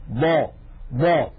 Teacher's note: فيها استطالة، ولكن استطالتها سريعة ولا تكاد تلحظ